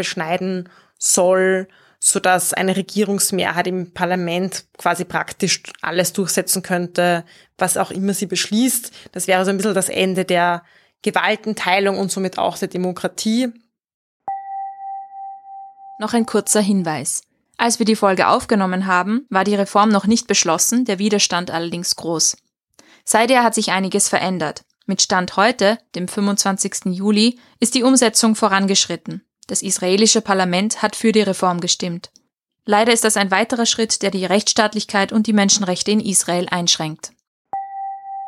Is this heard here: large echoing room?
no